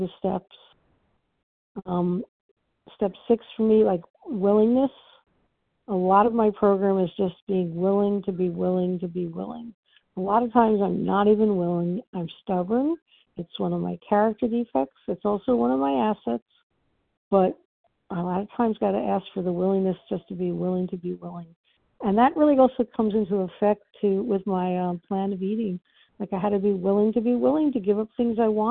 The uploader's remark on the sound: from the 100 Pounders Phone Meeting, 2/24/23